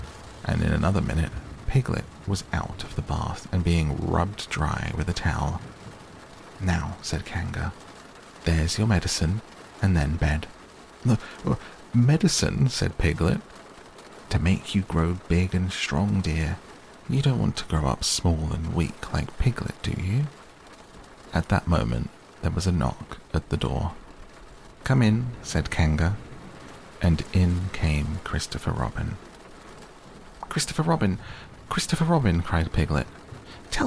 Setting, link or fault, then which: fault, sounds in the background